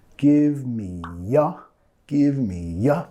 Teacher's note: Give me ya. Give me ya. Metiendo un sonido Y ahí.